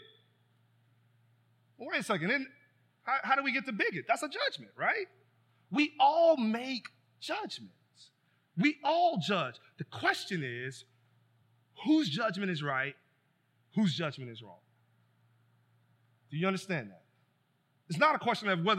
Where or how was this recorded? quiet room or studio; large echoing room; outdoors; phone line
large echoing room